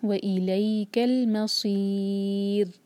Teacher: آخر میں را ساکن ہے، اس کو ہم لائٹ پڑھیں گے کیونکہ اس سے پہلے کسرہ ہے. باریک پڑھیں گے، باریک ایسے پڑھتے ہیں کہ زبان کی صرف ٹپ یوز کریں گے.